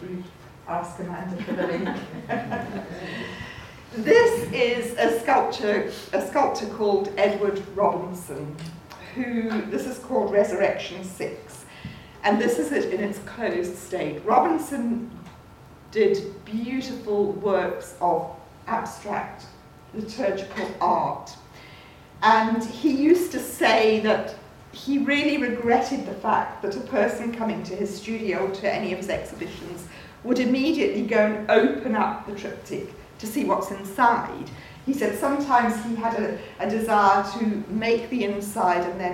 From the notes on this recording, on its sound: At The Loyola Institute, Trinity College Dublin. To a packed audience.